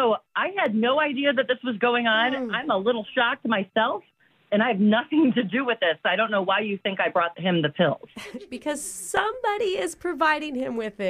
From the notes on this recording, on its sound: Phone Tap